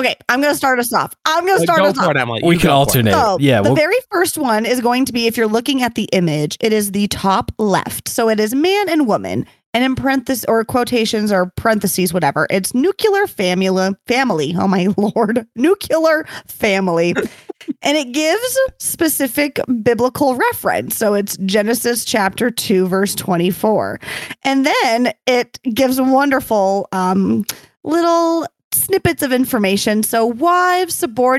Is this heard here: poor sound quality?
no